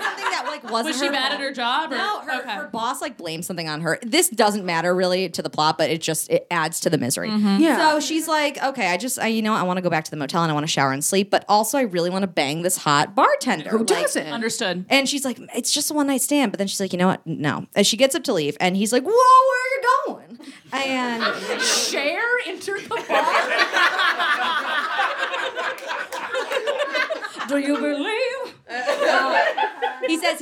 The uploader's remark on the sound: Put on their first ever live show. In front of a live audience!